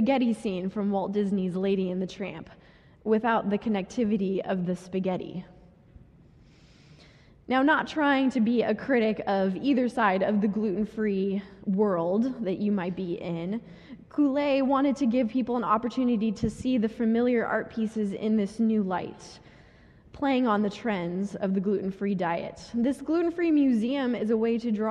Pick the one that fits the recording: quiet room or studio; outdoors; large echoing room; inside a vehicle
large echoing room